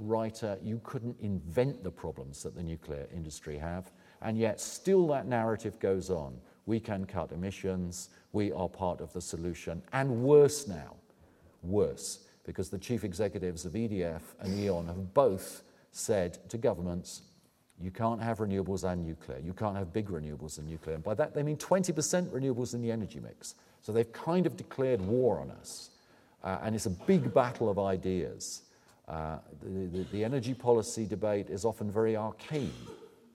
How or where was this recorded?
live audience